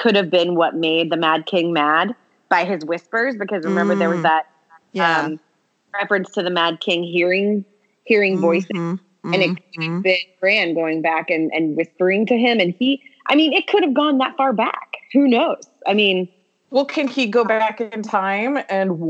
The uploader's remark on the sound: Recorded remotely via phone + Skype – Palm Springs + New Jersey + Southern OR.